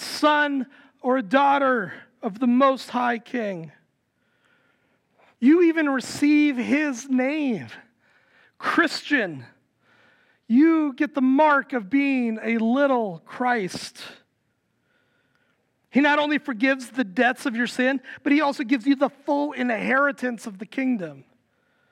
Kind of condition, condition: setting, large echoing room